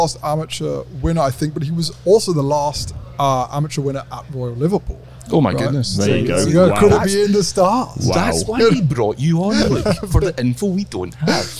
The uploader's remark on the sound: LIVE from Royal Liverpool